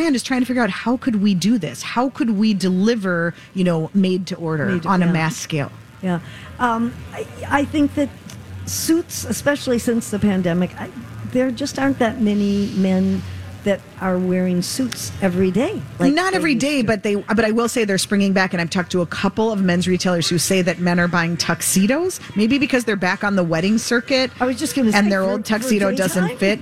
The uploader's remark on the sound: carry on live at the Minnesota State Fair!